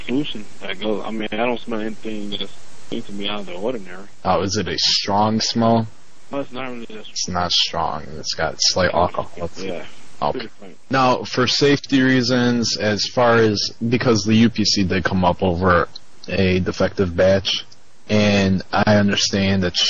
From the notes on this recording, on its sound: RBCP's Personal Prank Phone Calls Collection